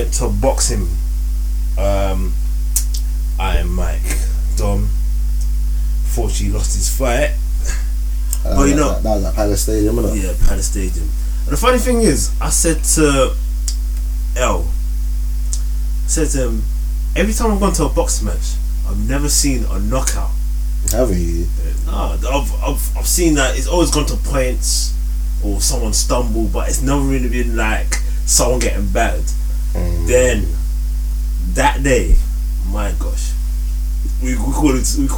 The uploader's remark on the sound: I remembered to attach the mixer to the laptop but still having some audio issues please bare with us as we are still novices.